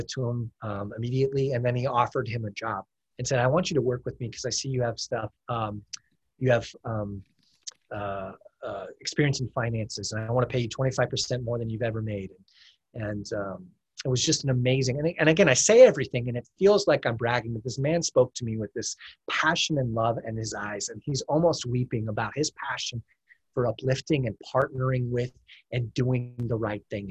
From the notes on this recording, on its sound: This is a zoom meeting we had.